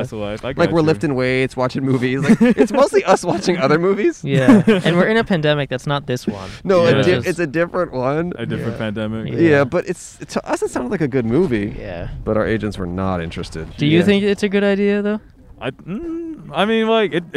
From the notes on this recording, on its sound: We set up outside a craft fair in a town built for horses and their equine-obsessed owners! In Norco, California, AKA "Horsetown, USA."